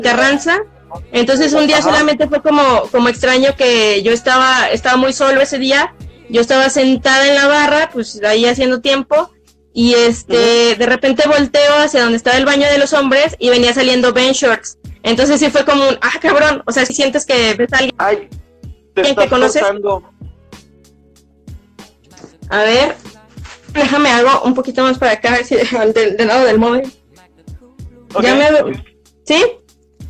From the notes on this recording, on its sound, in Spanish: El audio no es el mejor